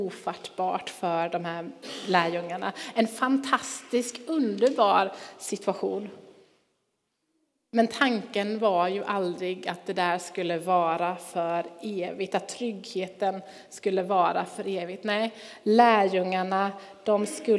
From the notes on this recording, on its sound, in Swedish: Inspelning från Immanuelskyrkan Skövde.